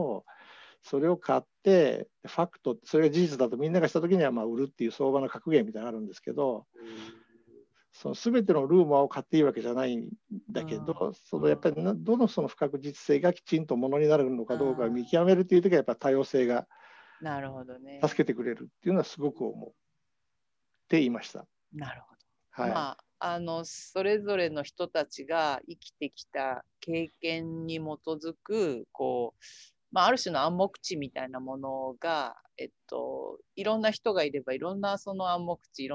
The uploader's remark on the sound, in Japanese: 収録場所： オンライン (Zoom)。